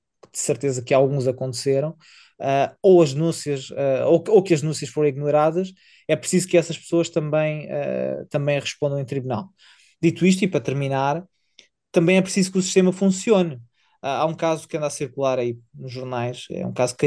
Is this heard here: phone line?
no